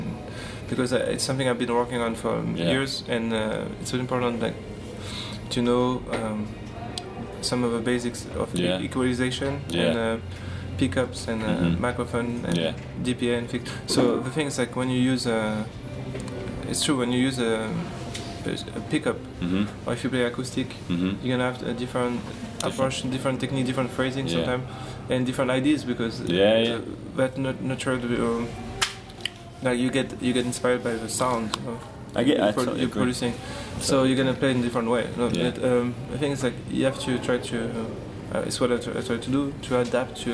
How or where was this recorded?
busy venue